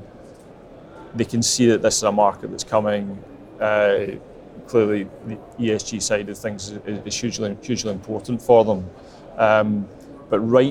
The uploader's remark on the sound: The Energy Voice team are at the All-Energy conference this week, the UK’s largest renewable and low-carbon energy exhibition and conference.